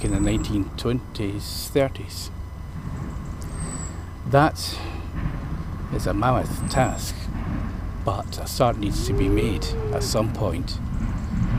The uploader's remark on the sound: A walk round the grounds at Lauriston Castle